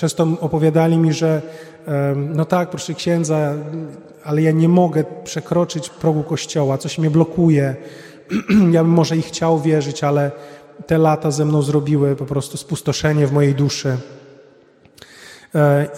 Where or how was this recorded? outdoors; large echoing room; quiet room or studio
large echoing room